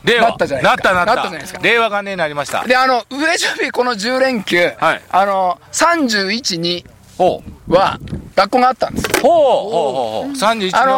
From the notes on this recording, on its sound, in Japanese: 長野県ビーナスラインの霧ヶ峰高原にて。バイクツーリングをして青空対談収録を開催いたしました。